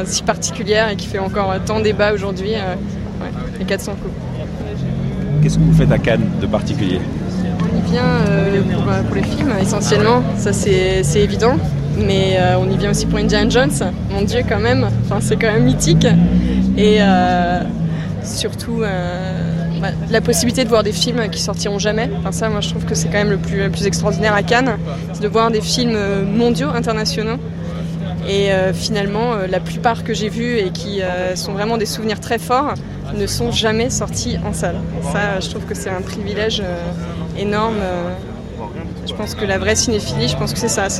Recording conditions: outdoors